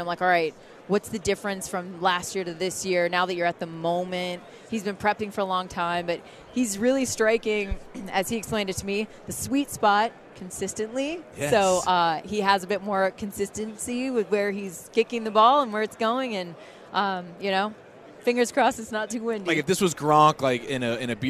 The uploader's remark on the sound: live from Super Bowl Radio Row